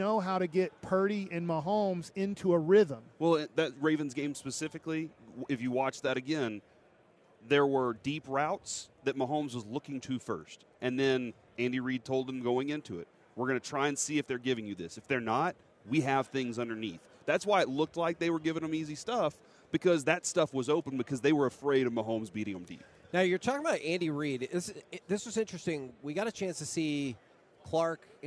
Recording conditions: busy venue